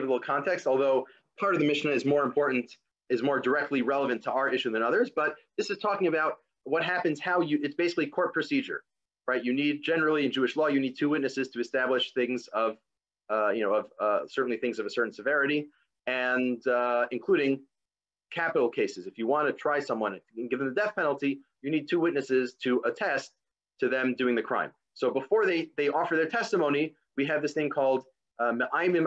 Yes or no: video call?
yes